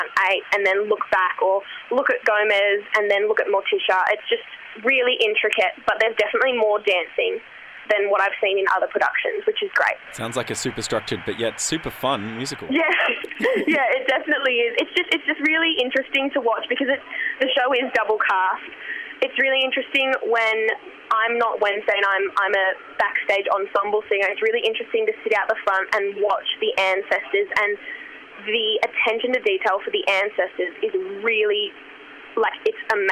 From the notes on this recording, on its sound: The phone audio quality is a bit scratchy. From Federation University.